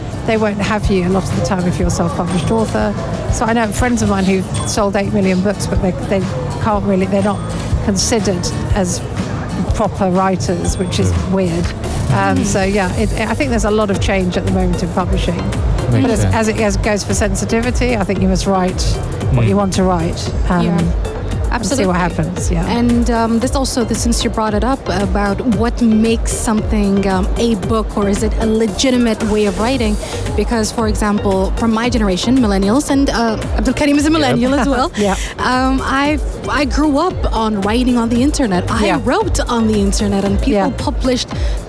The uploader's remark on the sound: Live from SIBF 2023